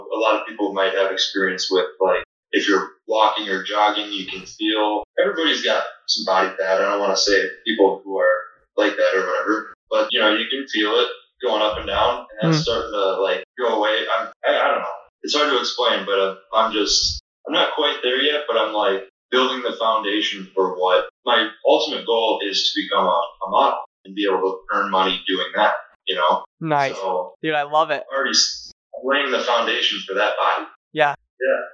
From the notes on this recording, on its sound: This recording doesn't have the best audio quality